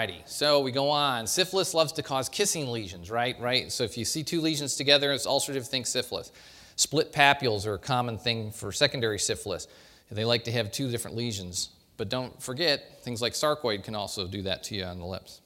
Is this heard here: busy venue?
yes